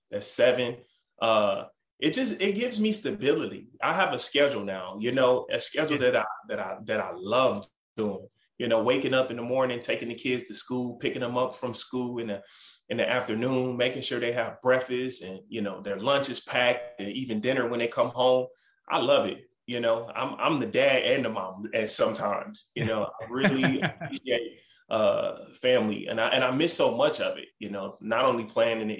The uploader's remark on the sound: Birthday Zoom